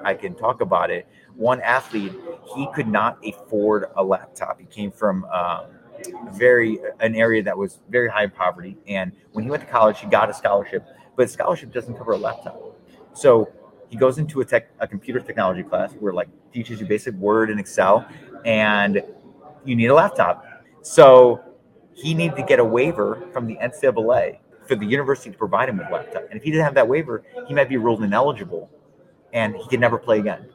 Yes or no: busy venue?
yes